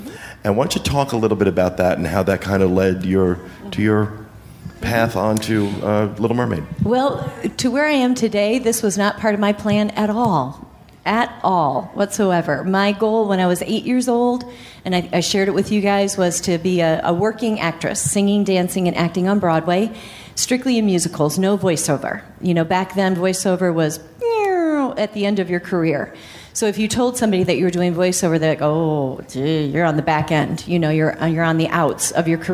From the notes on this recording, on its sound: Podcast Cruise 5.0 Live Show. On board the Disney Magic at our live show recorded on Podcast Cruise 5.0.